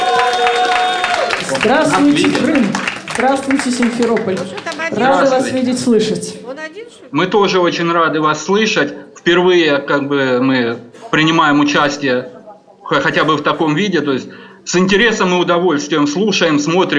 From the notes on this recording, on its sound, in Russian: Интерактивного молодёжного креатив-шоу «Бои без правил», которое состоялось в рамках Всероссийского игрового фестиваля 9 декабря 2016 года в КСРК ВОС в Москве.